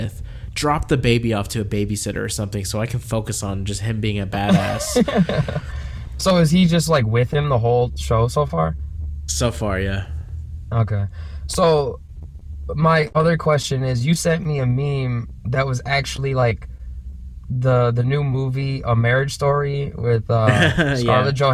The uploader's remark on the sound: Records from his car while out of town.